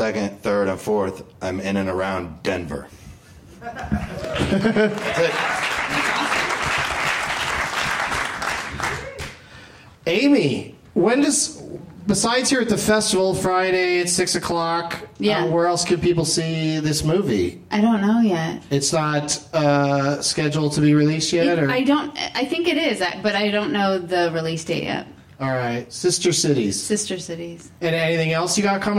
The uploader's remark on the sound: Live from the Traverse City Film Festival